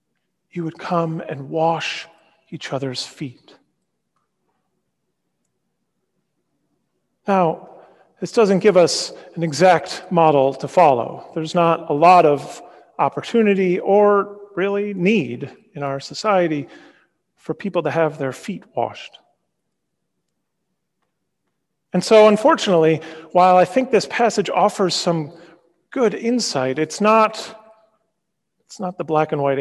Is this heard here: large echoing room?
yes